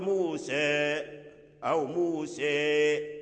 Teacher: فموسى الكتاب وعيسى بن مريم والقرى التي إلى هذه لا إمالة فيها لأحد، ما فيها إلا الفتح، لأن الألف هنا منعدمة، فلما انعدمت الألف انعدمت الإمالة. فإذا وقفت على موسى الكتاب ووقفت على موسى فلا بد أن ترد الإمالة